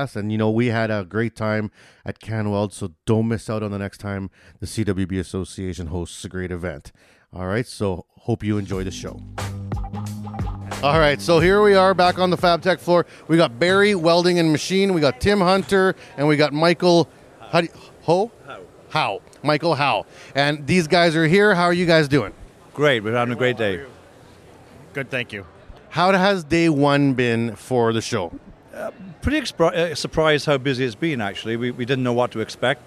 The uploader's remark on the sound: At this years CanWeld 2022, the CWB Association had the privilege to partner with Fabtech Canada in Toronto, Canada. We are bringing you special episodes recorded “live” on the show floor. Walked the show floor talking with the sponsors and vendors.